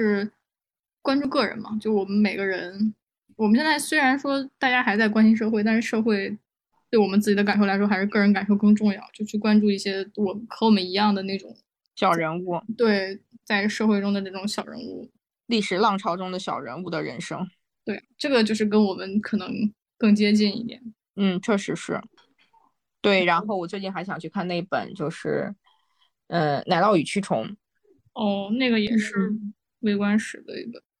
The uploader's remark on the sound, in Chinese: 又是线上录制的一期。我们又开始了新一轮的居家办公模式。